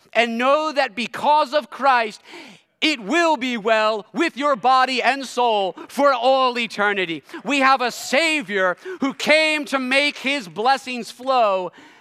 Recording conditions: large echoing room